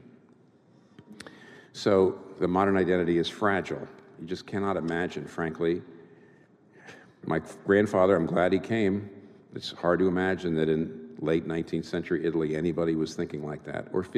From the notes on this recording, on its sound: This talk was recorded before a live audience. In New York City.